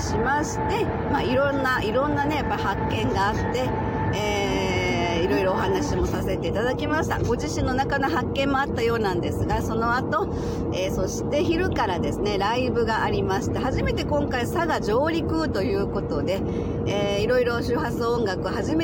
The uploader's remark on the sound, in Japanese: 九州ライブツアー音声記録。兵庫県養父市のラストLIVEに向けて、移動中の車の中で収録。聴きづらくてすみません。Stand.fm。